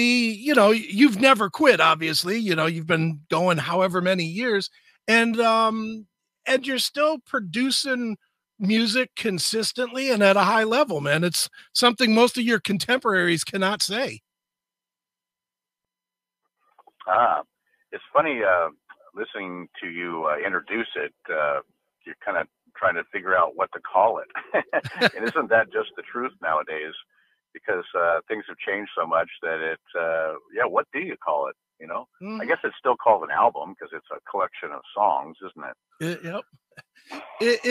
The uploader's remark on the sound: called